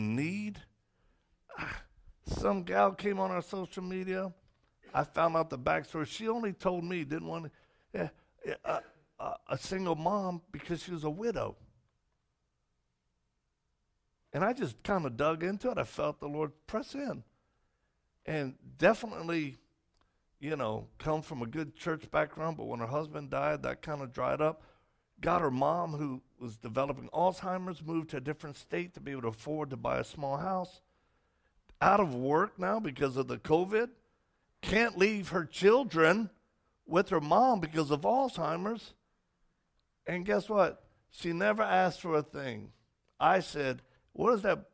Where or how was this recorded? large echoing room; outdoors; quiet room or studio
large echoing room